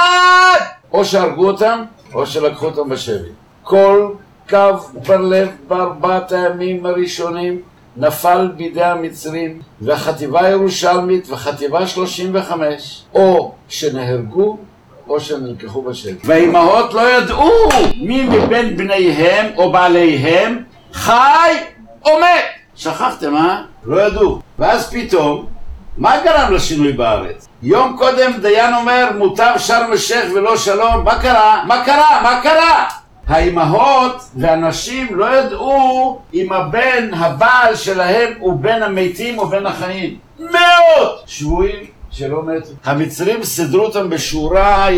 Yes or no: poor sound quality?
yes